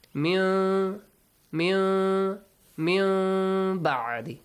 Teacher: And the rule iqlab, hide, changing sound. Changing the sound of nun into hidden mim sound. Hide the mim sound.